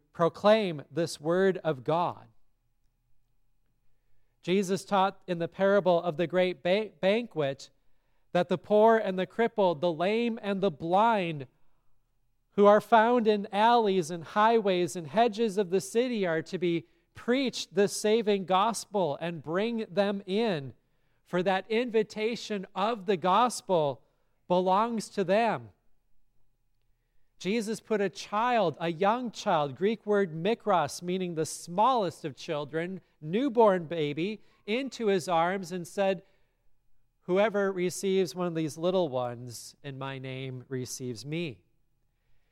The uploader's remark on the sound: from the service at Grace Lutheran Church, Lexington, MO on February 4, 2024